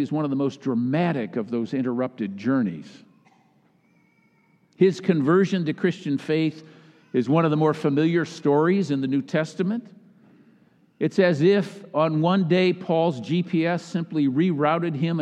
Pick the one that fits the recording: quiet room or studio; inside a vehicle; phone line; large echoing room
large echoing room